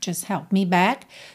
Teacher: E a gente não ouve o T, né? Não fica just help, sim?